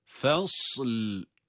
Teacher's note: fasl sad harfi cezimle okunduktan sonra hemen lam harfini de cezimli olarak onun arkasına bitiştiriyoruz. Arada bir boşluk yok.